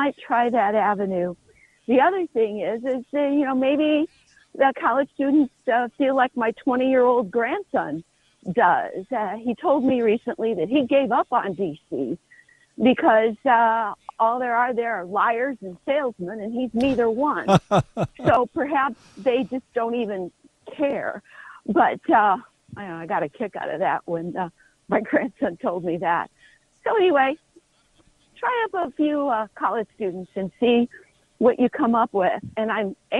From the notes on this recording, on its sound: take some phone calls